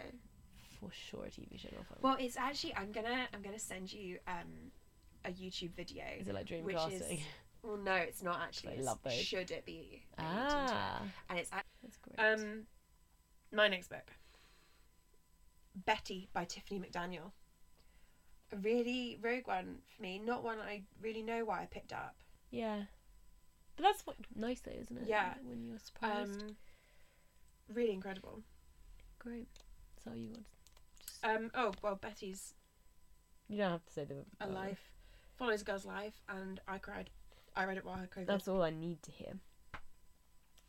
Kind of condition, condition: fault, background noise